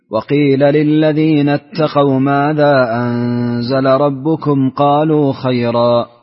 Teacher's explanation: بقصر المنفصل وإسكان ميم الجمع